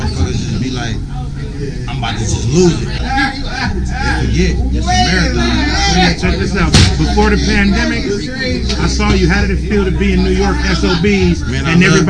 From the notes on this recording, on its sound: At his recent meet and greet held in downtown LA